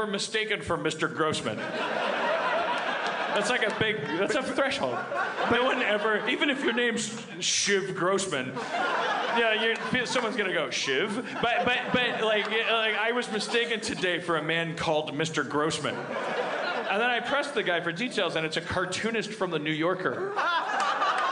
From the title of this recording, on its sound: LIVE at The Gramercy, NY Comedy Festival 2015